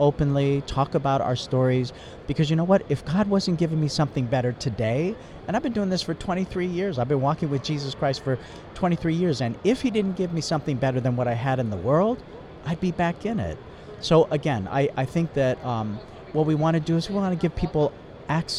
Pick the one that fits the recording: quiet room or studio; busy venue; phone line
busy venue